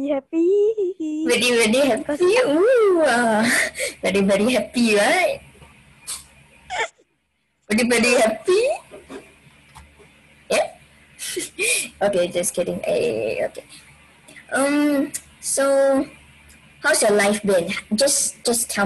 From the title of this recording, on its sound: Zoom w/Friends